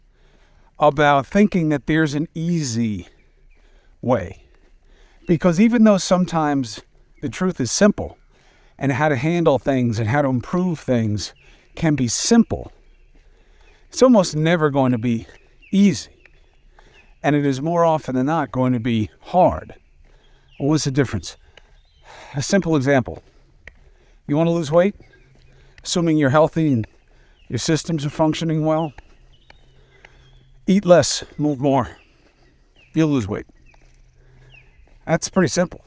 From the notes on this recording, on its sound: Walk and Talk